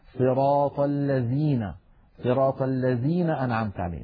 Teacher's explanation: من التحريفات العامية لهذا الحرف قلبه زايا، فكثير من العاميات العربية يقلبون الذال زايا